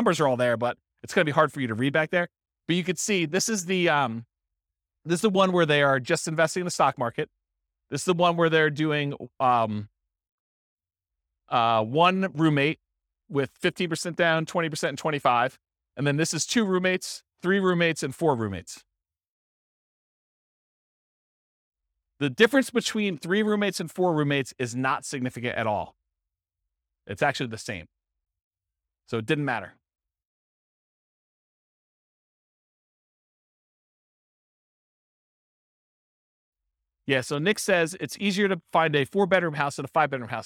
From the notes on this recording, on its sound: This was a live class recorded